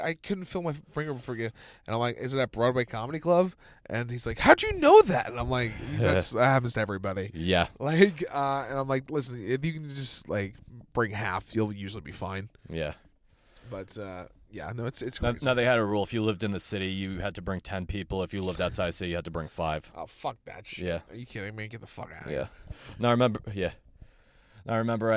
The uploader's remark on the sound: got in my car and we talked